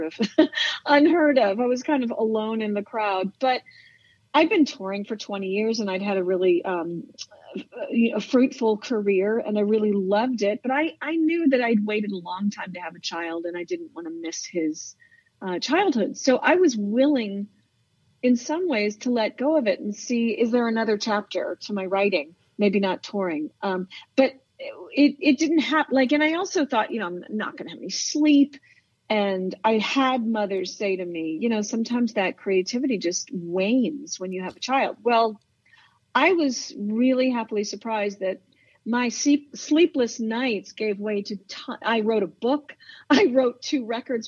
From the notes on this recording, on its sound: We hopped on the phone